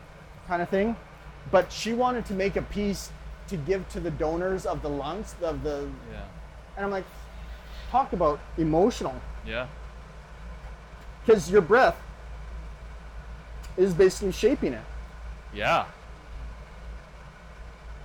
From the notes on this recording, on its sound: Invited me into his studio to talk while he worked. As you might notice, there are sounds of a camera in the background.